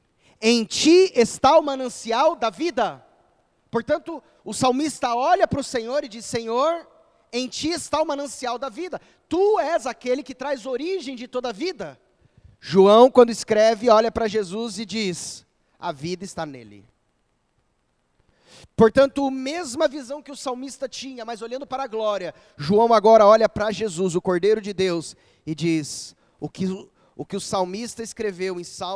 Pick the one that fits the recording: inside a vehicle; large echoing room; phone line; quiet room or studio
large echoing room